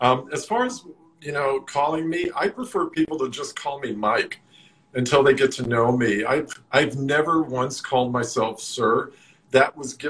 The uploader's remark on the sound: Recorded on 29 August 2020 on Instagram Live